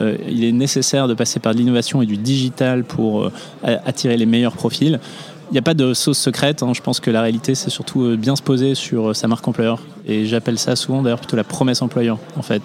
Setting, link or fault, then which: setting, busy venue